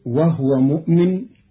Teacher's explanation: قرأ قالون كلمة وهو بإسكان الهاء، فتصير وهو مؤمن والضم والإسكان في لغة العرب.